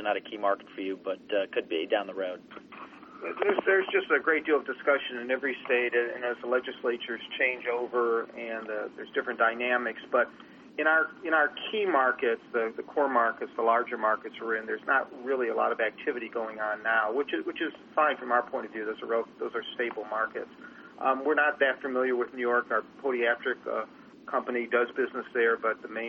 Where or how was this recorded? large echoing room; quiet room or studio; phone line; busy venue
phone line